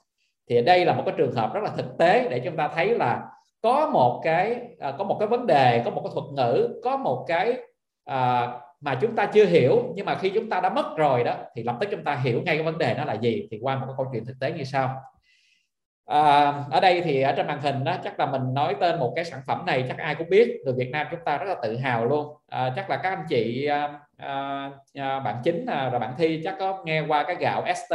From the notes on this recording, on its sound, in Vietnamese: Nội dung âm thanh này đã được Arena Multimedia ghi âm lại từ nền tảng ứng dụng Zoom trong sự kiện Online Talkshow: DESIGN TO GROW - THIẾT KẾ ĐỂ TĂNG TRƯỞNG.